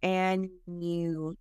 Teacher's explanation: it's not annual, but it's that nasal American A. Annual. If you're a Spanish speaker, it's like the ñ.